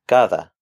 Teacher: If the D begins a word or a syllable, it will get a harder D sound. If the D is within the word, especially between vowels, it will get the softer TH sound that we have in English, as in the word the.